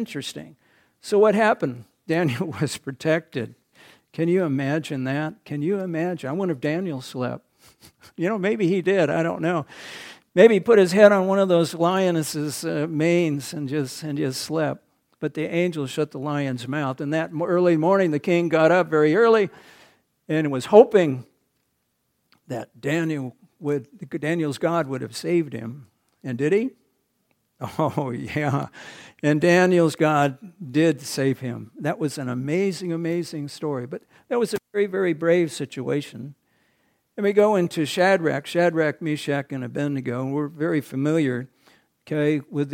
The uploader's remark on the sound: recorded on January 7, 2023, at the Ringgold Seventh-day Adventist Church